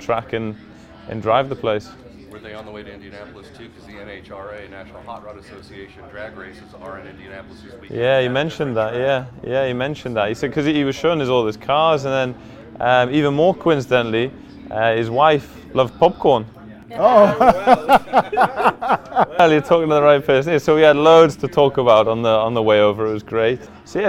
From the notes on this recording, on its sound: On Location at IMS. We're on location at the Indianapolis Motor Speedway. Before his first practice session of the day.